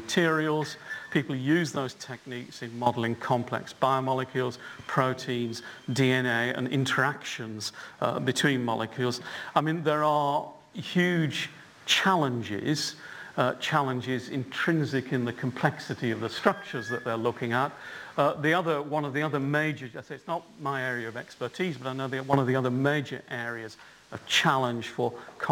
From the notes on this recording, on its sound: UCL Lunch Hour Lecture